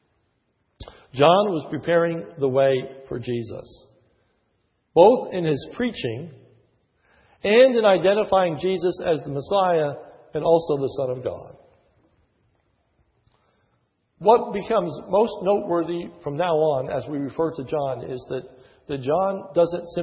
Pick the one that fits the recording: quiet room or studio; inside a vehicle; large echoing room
large echoing room